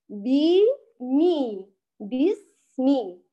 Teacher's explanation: إذا قلنا في الباء والميم بمي، بسمي، أخذنا هذه الكلمة تقريبا، هذه كل الملاحظات التي فيها: إتمام الكسرات، نعتني بالباء فلا نقرأه مهموسا ونخرج فيه شيئا من الهمس، بل الحرف مجهور. ثم في حرف السين نضعف الاعتماد على المخرج ونثبت الحرف حتى لا يتقلقل، ونجعل الصوت يجري جريانا كاملا إلى وصولنا للميم، ثم الصوت ينقطع ذاتيا باسمي بهذا الشكل.